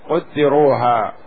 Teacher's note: قراءة الجمهور: قدروها والقراءة الأخرى: قدروها، مبنية للمجهول بضم القاف وكسر الدال